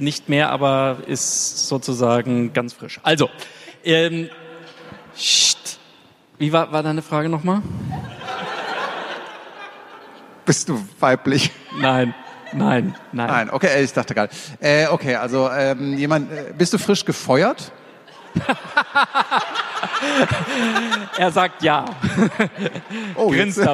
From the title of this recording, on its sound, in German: Das digitale #Quartett live on stage